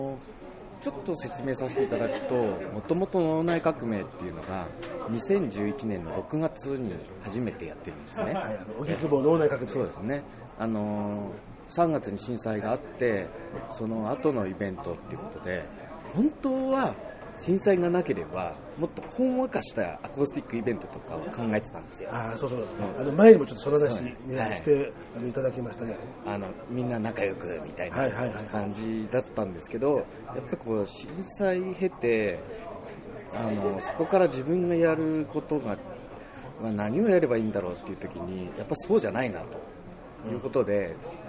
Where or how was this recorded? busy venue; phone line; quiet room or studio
busy venue